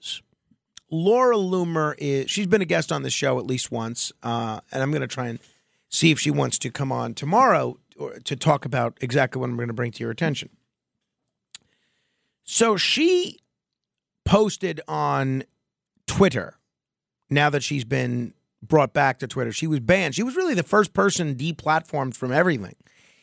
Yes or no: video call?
no